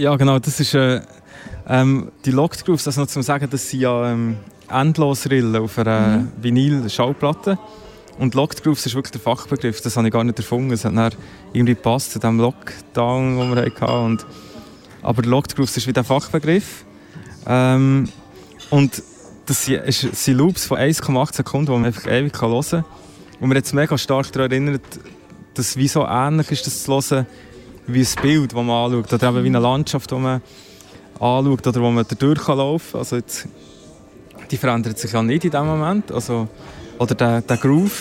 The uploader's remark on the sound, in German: Live aus dem Royal